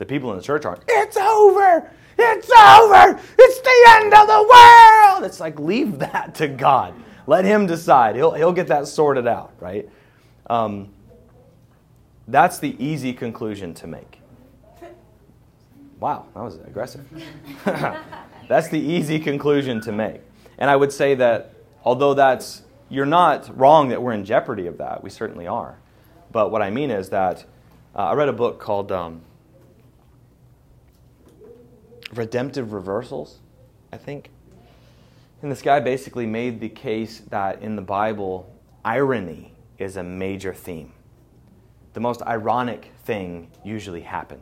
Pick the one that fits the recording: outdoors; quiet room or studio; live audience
live audience